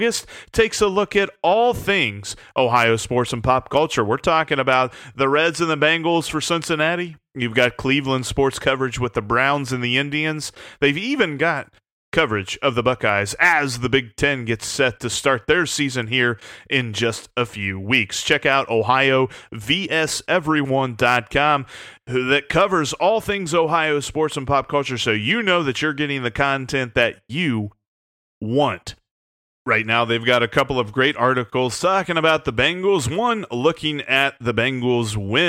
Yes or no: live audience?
no